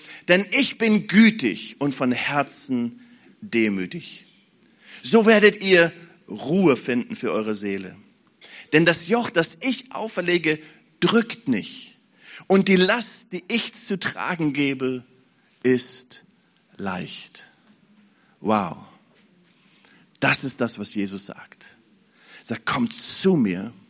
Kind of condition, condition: setting, large echoing room